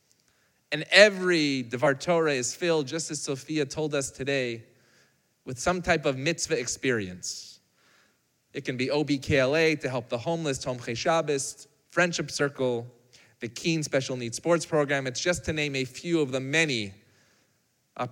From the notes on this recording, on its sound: Recorded live on Shabbat